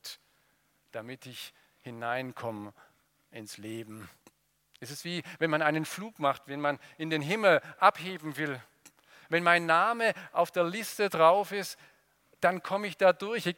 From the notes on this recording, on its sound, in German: aus dem Gottesdienst der Liebenzeller Mission